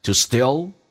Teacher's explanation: steal 长元音 e 加个 l 这个发音，舌尖抬起来